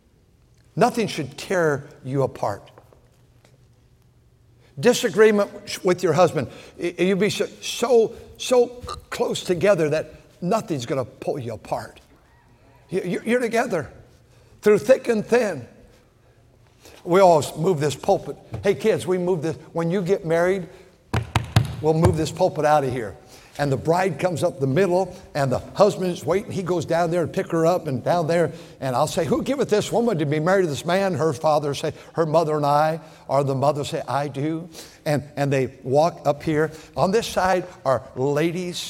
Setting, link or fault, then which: setting, large echoing room